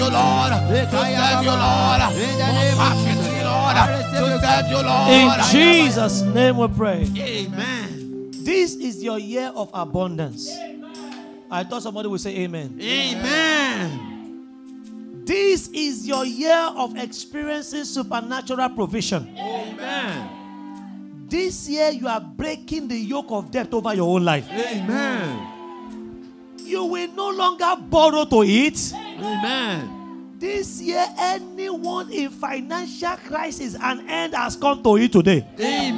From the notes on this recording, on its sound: at the 5 Sundays Turnaround Power of Prayer Service held at Royal Grace Chapel on 14th January 2024